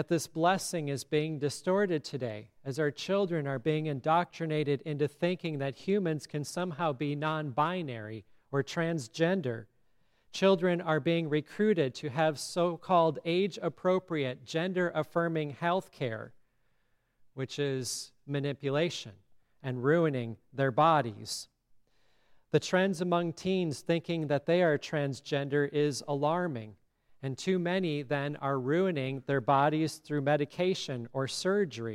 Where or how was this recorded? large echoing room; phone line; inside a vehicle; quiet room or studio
large echoing room